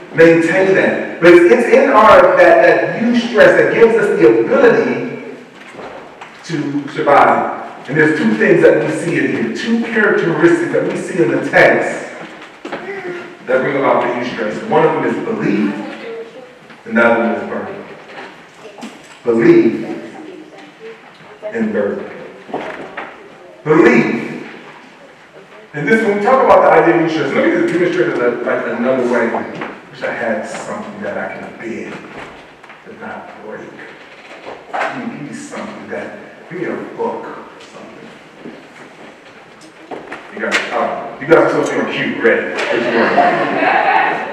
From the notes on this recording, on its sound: Once Again we apologize for the poor audio quality